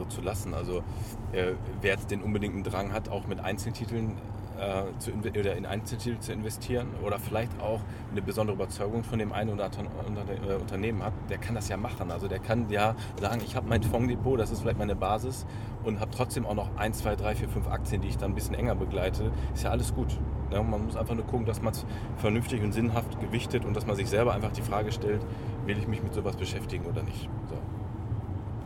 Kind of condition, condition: setting, inside a vehicle